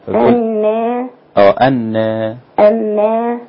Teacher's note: قالت رب أنى يكون، أنى فيها التقليل، والتقليل دوت اللي هو بنميل الألف بتاعت أنى بنميلها ناحية الياء قليلا